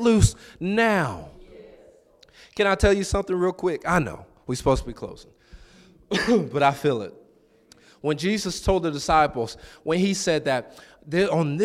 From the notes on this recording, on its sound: This is a recording from our "Mid-Week Gathering" on November 8th,2023